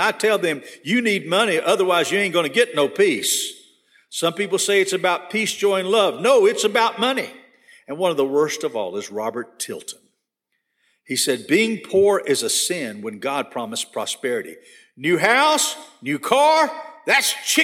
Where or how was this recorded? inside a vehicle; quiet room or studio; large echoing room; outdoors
large echoing room